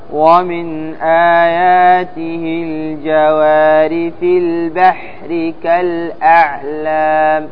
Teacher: الجوار، الراء مرققة لأنها مكسورة